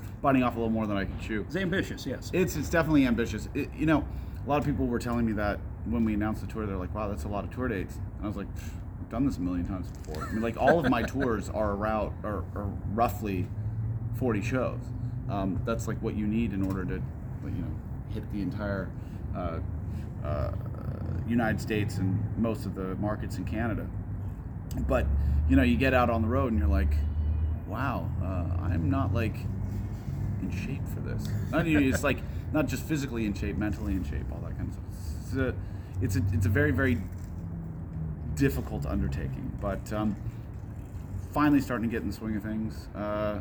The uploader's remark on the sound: The interview took place on October 29th, 2022, on the front patio of VIVO Live Events in Overland Park, which is next to a huge parking lot, so there is a lot of traffic noise.